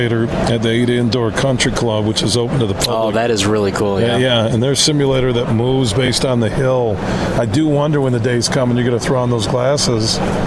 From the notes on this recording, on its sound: Today we're broadcasting live from the Ultimate Fishing Show Detroit. Throughout the show, we were joined by some of the great people connected to the event to hear about all of the great things they have to offer.